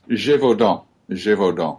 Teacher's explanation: You wouldn't actually pronounce the N. The N at the end.